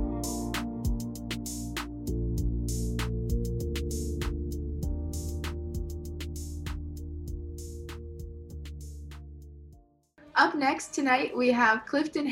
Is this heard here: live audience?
no